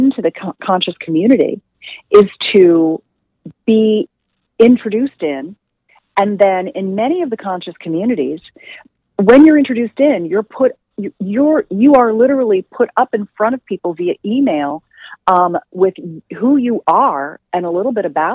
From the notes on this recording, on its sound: she called in to talk all about it